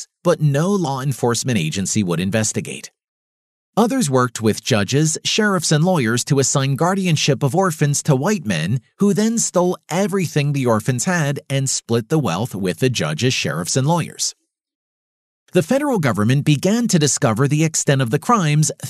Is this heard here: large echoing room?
no